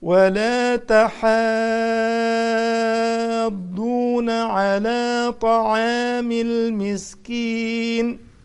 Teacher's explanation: مد لازم لازم أجيبها ست حركات